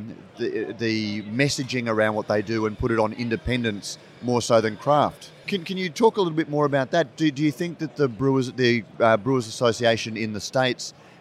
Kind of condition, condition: setting, busy venue